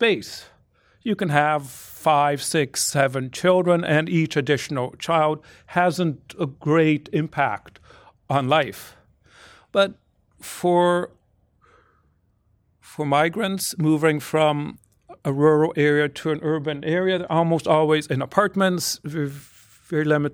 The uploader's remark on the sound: Recorded at La Trobe University (City Campus) on 21st March 2018, in an event co-hosted by the John Richards Centre for Rural Ageing Research.